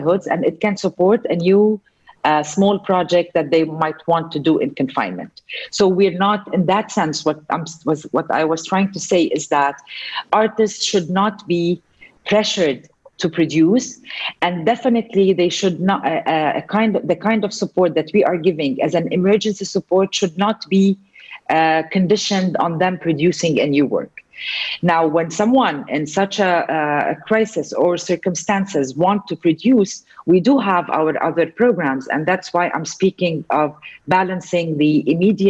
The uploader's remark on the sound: Our long-form interview series, hosted on Zoom. Following the interview there is a moderated town-hall style Q&A with questions coming from the live virtual audience on Zoom.